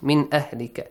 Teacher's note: Nun sakin plus hamza. Idhar. Clearly read the nun. No changes.